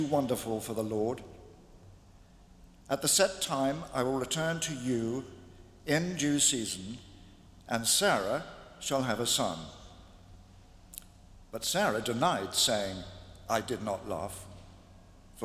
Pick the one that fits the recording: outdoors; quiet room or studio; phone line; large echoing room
large echoing room